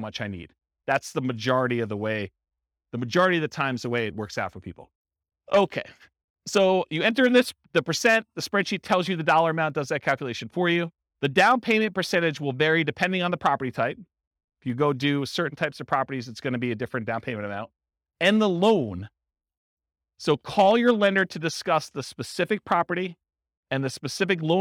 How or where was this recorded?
live audience